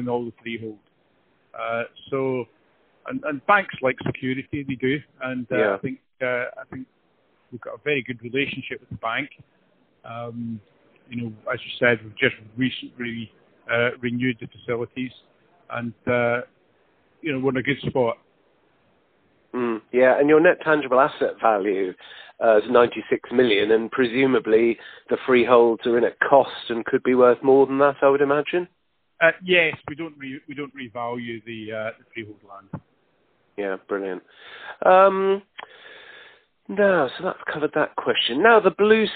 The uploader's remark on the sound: He was at a trade show in Germany, so the mobile phone signal wasn’t ideal.